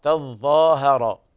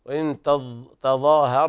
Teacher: قرأ ورش بتشديد الظاء تظاهر، وقرأ حفص بتخفيف الظاء